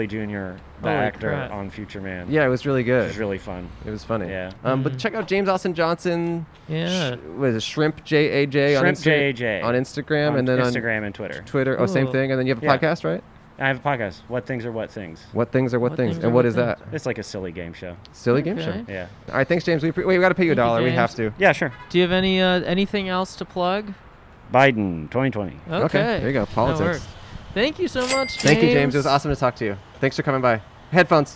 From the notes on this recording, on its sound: Outside of Spirit Halloween. Recorded on N San Fernando Blvd in Burbank, California.